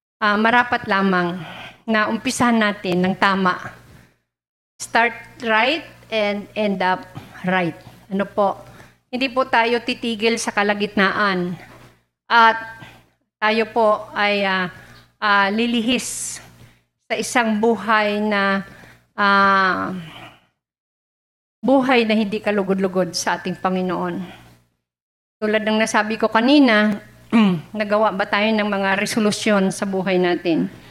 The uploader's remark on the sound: Recorded live at The Shepherd Of Faith Family Church on January 2, 2022.